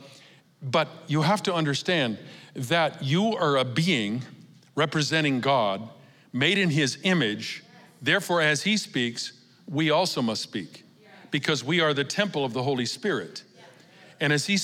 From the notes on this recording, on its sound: Recorded live at Capital Church in Meridian, Idaho